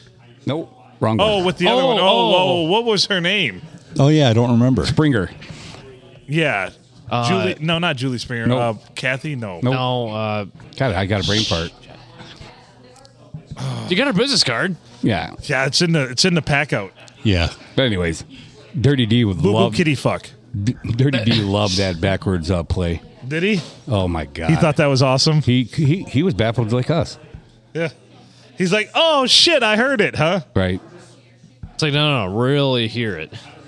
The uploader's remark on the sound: we record on a Monday from Bench Warmers in Sandusky